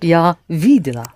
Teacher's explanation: And a woman says, Я видела. The first syllable accented.